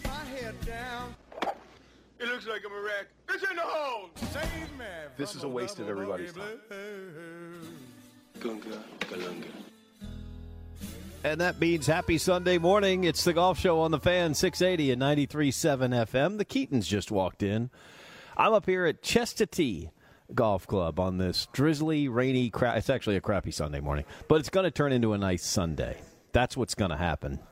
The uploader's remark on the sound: live from Chastatee Golf Club